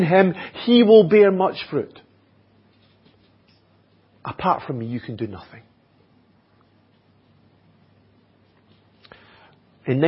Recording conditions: large echoing room